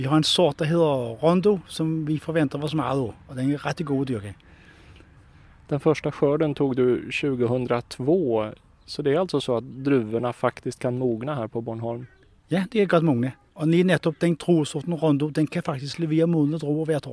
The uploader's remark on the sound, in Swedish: Här finns en ljudberättelse från ett Bornholm från cykeln.